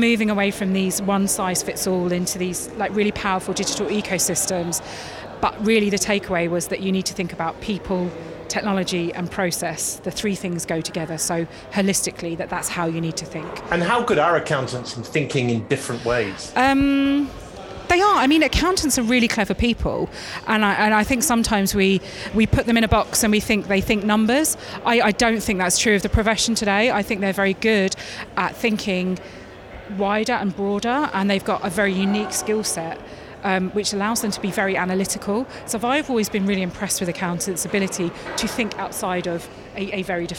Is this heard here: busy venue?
yes